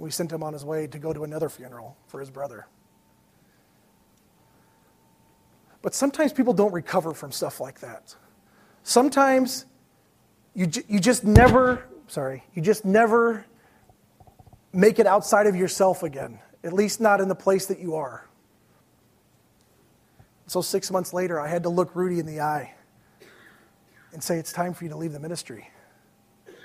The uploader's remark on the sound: These messages were preached at Valleybrook Community Church meeting at Blackberry Creek Elementary School in Elburn, IL